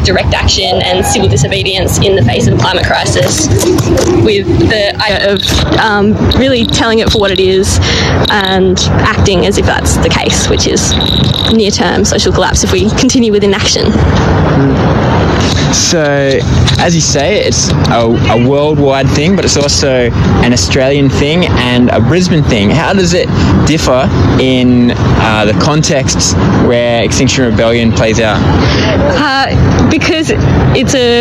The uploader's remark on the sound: at and extinction rebellion rally in Brisbane